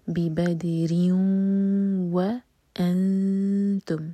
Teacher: ہم تنمین کو واو سے مرج کریں گے یہ ہے ادغام غنہ کے ساتھ یعنی کہ ناک میں آواز لے جائیں گے اور 2 سیکنڈس کا ٹائم دیں گے بِبَدِرٍ وَأَنْتُمْ نون کی